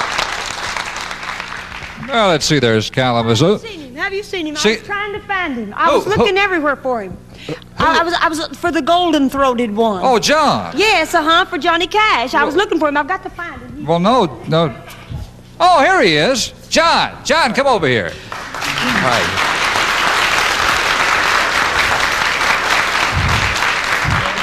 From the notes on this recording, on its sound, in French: Comme tous les samedi soir, le Grand Ole Opry est sur le point de commencer. L'émission de radio est diffusée sur les ondes de la WSM, en direct et en public.